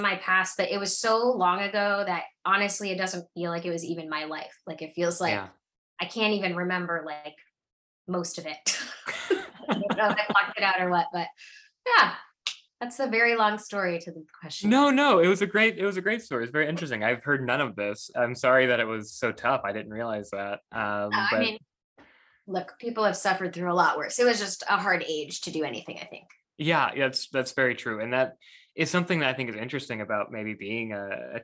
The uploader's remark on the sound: all before Zoom cuts us off.